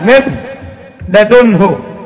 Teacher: مثال آخر، من لدنه، شلت النون ذاتها أيضا، أصبحت من لدنه، ما فيش ذهبت هذه النون ذاتا وصفة، إذا يسمى كامل، إدغام كامل، راحت النون بكمالها بذاتها وصفتها، لم يبقى منها شيء